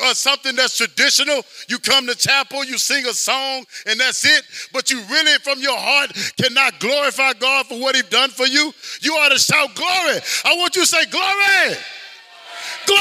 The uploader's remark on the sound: Audio Rip from Chapel. This is the audio friendly copy of the chapel sermon.